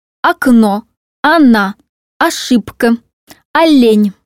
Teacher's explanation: Если безударный звук «о» стоит в начале слова, то он произносится всегда как «а»